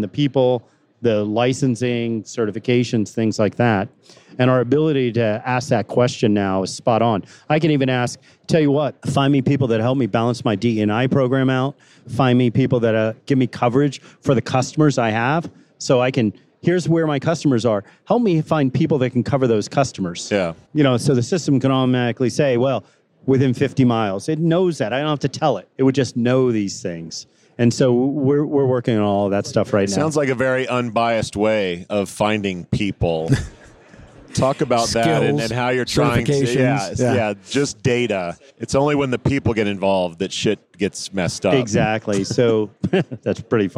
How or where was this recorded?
live audience